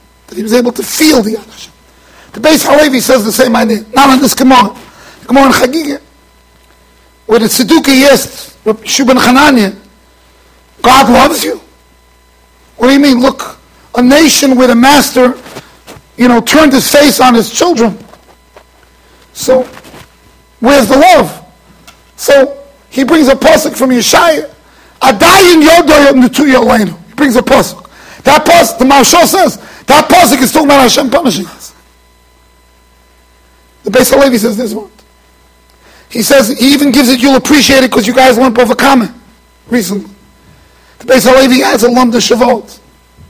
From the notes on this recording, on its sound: Shiur recorded in Yeshivas Ohr Reuven, Monsey NY.